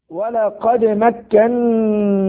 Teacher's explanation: الدال هنا ساكنة فانتبه إلى قلقلتها. مكناكم نون مشددة حكمها غنى بمقدار حركتين.